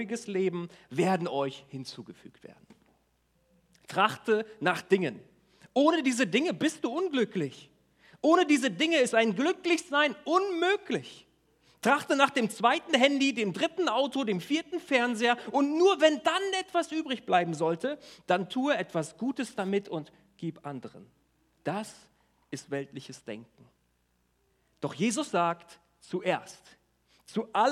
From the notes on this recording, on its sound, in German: Die zur Verfügung stehenden Predigten wurden im Gottesdienst der Ecclesia Kirche Göttingen gehalten